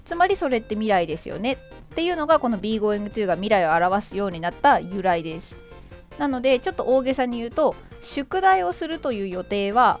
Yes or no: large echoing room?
no